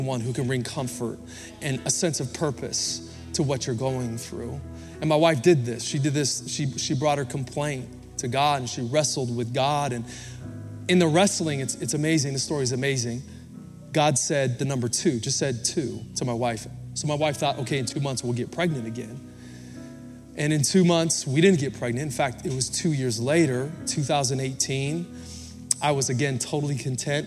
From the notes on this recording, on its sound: Recorded Live at Capital Church in Meridian, Idaho